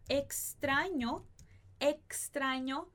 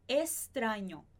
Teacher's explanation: na Espanha, o X pode ser pronunciado como um S em algumas vezes que ele aparece antes de outra consoante · Shown in: second take · Por exemplo, se eu falo a palavra extraño, extraño, na Espanha, eles podem pronunciar isso como se fosse um S.